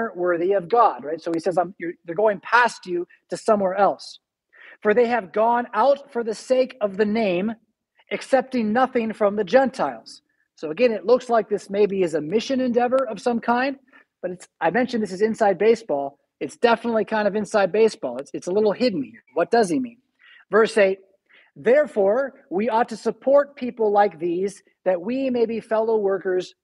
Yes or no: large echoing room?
yes